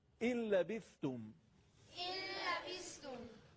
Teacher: اما دو تا حرف لام و را اینجا دیگه ما قنه نداریم، یعنی نه کشش داریم نه صدا از فضای خیشوم خارج میشه، فقط ادغام میکنیم.